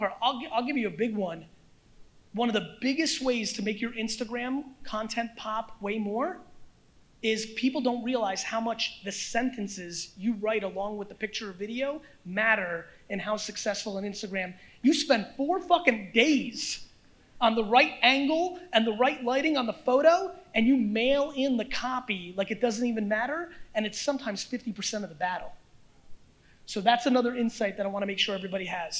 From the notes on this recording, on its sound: This episode is from a keynote I gave at the 2019 A3C Festival in Atlanta, Georgia.